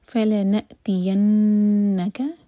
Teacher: حمزہ پر سکون تو حمزہ پر cut off sound